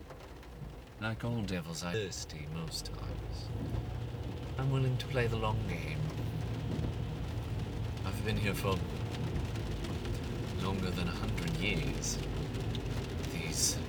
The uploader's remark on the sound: sorry for quality (in a car driving)